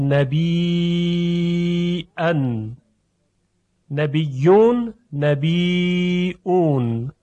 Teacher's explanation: و اما در مورد کلمه نبی، در ارتباط با کلمه نبی میدانید که در قرائت نافع به طور کلی این کلمه محموز خوانده میشه، یعنی نبی، آخر اون رو همزه میاره، یعنی به جای اینکه دو حرف یا در یکدیگر ادغام شوند به جای یا دوم همزه آورده میشه. النبی او نبیین در قرائت نافع میشود نبیان، نبیون نبیون.